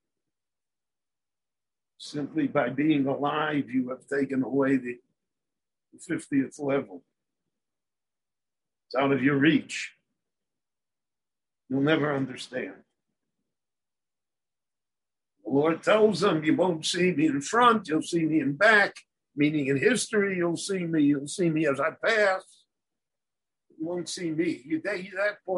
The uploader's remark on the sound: given LIVE in Jerusalem via Zoom